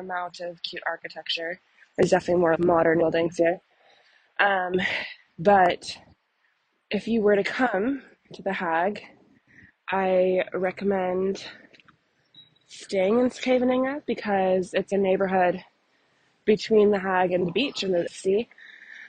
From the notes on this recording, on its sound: Surprise, I'm in the Netherlands! Please forgive me for the poor quality audio, I've learned that AirPods don't record quality audio.